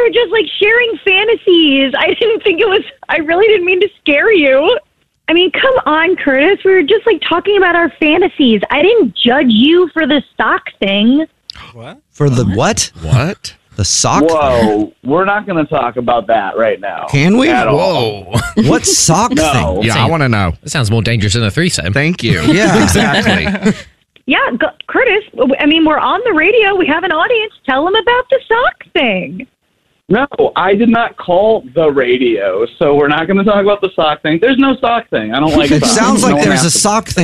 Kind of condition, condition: link, phone line